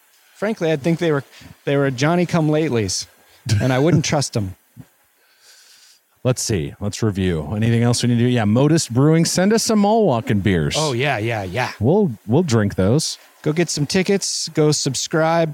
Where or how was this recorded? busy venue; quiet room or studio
busy venue